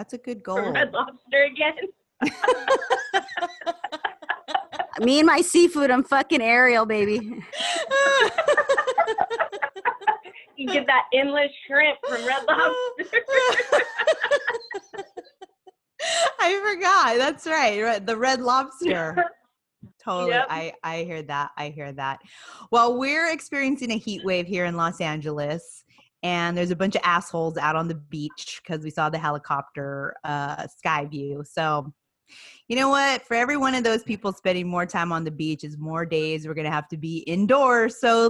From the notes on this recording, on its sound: Joins us in our latest Zoom episode.